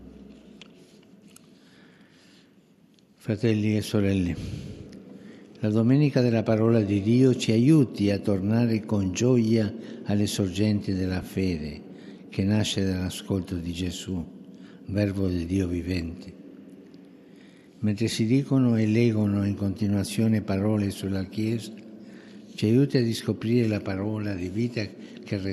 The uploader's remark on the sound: FROM SAINT PETER'S BASILICA, HOLY MASS.